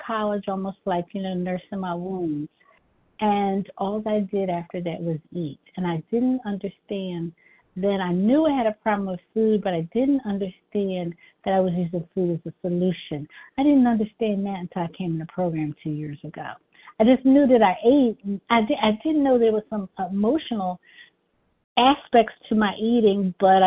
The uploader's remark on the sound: 100 Pounders Phone Meeting.